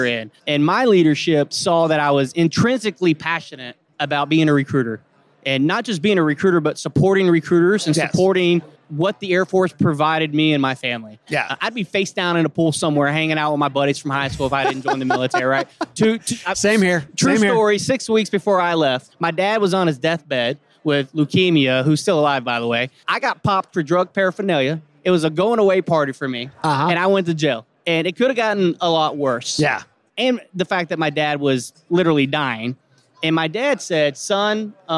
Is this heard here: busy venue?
yes